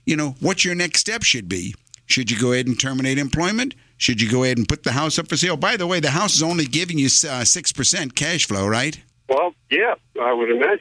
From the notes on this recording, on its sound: Financial planning call-in show.